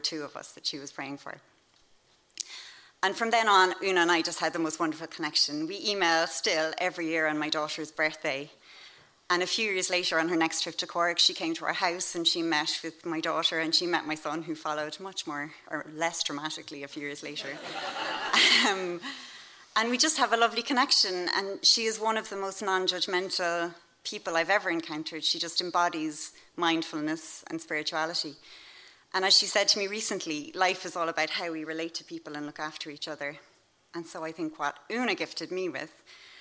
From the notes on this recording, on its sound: Recorded live onstage at our monthly Story Slam's in Dublin's Sugar Club